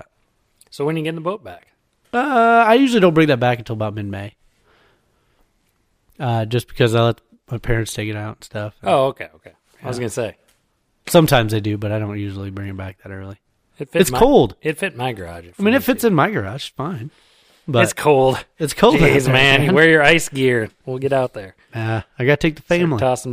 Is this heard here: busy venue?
no